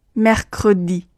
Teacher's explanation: 一方面要确保声音有发出，小舌有摩擦的感觉，另外呢，这个摩擦的力度也不要太重，否则会听起来比较僵硬。 · Term: 小舌音 · IPA: [mɛrkrədi]